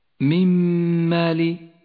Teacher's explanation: من مال، الحكم إدغام بغنة، قد جاءت النون الساكنة وبعدها الميم تسقط النون من اللفظ ولذلك لونت بالرمادي، وأما الميم فتشدد لونت بالأخضر لأنها تغن بمقدار حركتين.